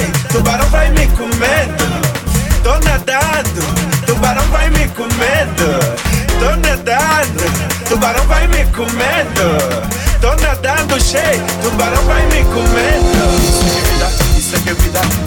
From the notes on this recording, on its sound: Raw Live DJ Set. During Masquerade Ball Party in Eclipse - Cork City - Ireland.